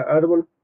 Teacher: la mayor fuerza de voz está en la sílaba ar · Term: acento ortográfico